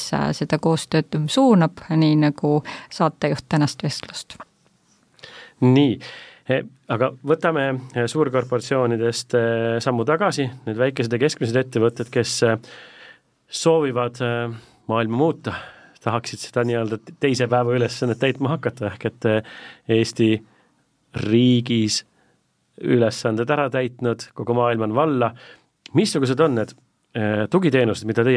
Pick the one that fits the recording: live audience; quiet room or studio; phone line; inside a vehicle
quiet room or studio